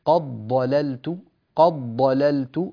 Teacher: أيضا من قواعد رواية ورش أنه يدغم دال قد في الضاد، فتصير أن يصير النطق أو الانتقال من قاف إلى ضاد مباشرة دون المرور على الدال